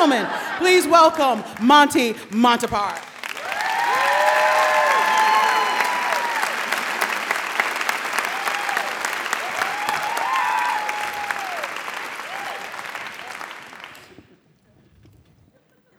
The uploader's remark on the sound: A special live edition of The Moth brought to you from the Lobero Theater in Santa Barbara, California.